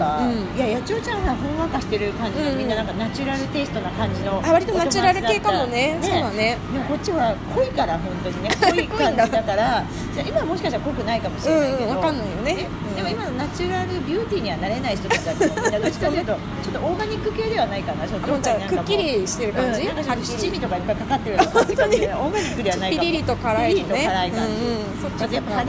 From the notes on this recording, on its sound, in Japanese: 外出先(流山のイトーヨーカドーのフードコート)で藤屋さんのお団子を食べながら収録しました